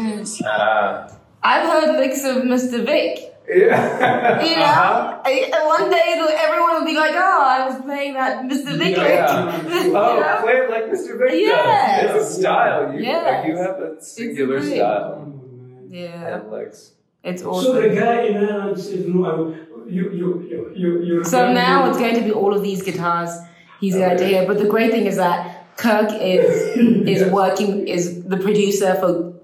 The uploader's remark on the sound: While on the move in Johannesburg, so apologies for the boomy sound!